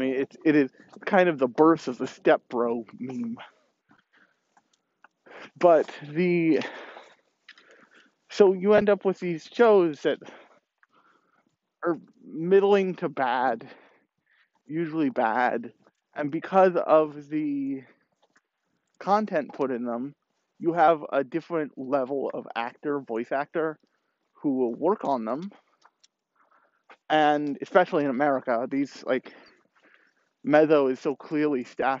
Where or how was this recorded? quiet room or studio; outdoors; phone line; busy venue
outdoors